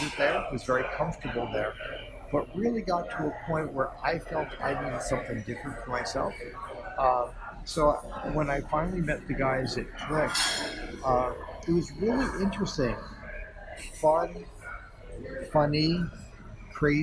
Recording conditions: busy venue